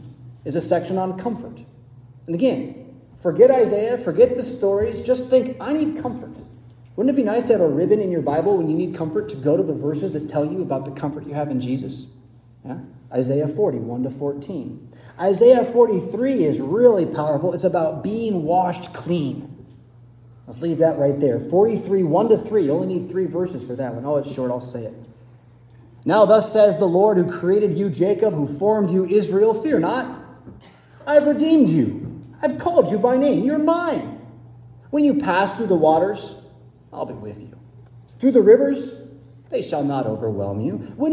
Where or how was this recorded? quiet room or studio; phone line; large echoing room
large echoing room